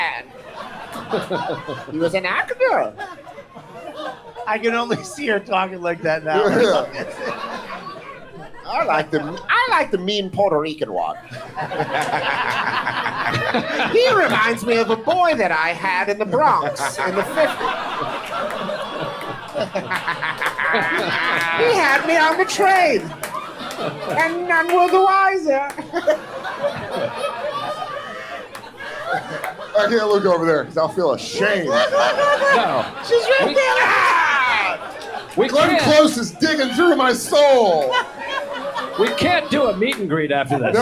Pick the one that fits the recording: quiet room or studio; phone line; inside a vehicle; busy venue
busy venue